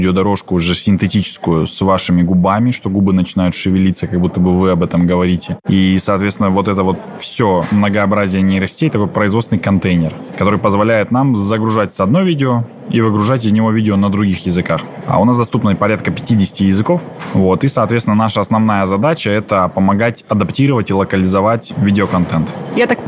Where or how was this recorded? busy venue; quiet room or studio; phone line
busy venue